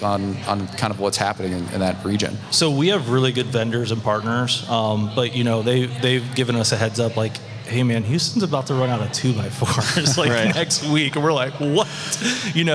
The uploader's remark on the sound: Live from Buildertrend University